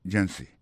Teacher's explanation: Pour mot agency, hein, accent tombé sous première syllabe là. Agency. Deux autres syllabes qui sont derrière, au faible.